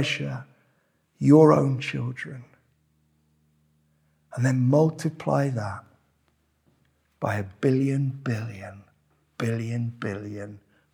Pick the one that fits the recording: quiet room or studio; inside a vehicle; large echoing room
large echoing room